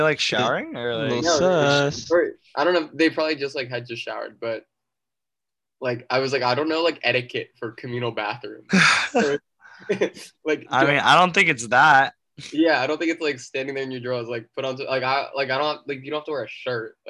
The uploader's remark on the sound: link up on Zoom from across the country